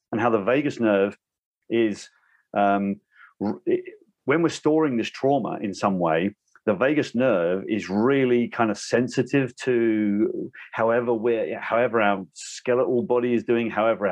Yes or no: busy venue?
no